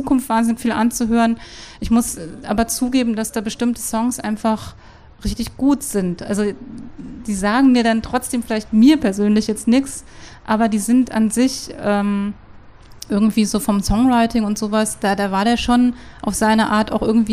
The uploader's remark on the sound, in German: Wir sprechen auf dem Pop-Kultur-Festival